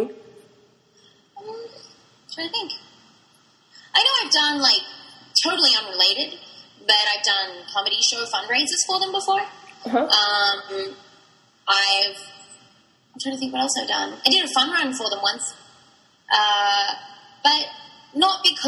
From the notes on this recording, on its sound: we've tried our best to take away the echoes, but there might be some technical problems with the recording.